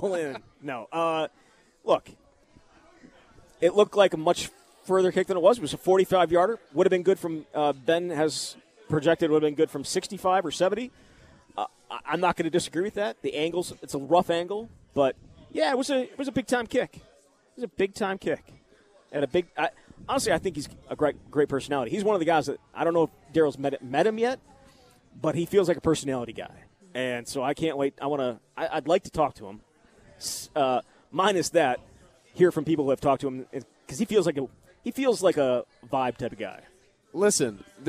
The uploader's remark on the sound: live from Monk's in Sun Prairie